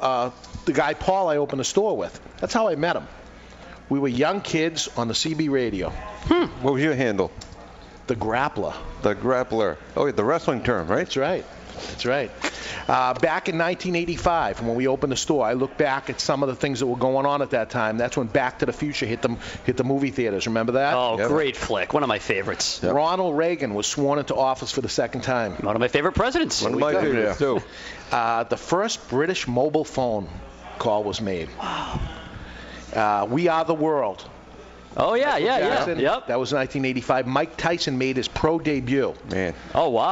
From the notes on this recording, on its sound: THIS WEEK WE'RE LIVE AT TWO GUYS SMOKE SHOP IN SALEM, NH CELEBRATING THEIR 25TH ANNIVERSARY!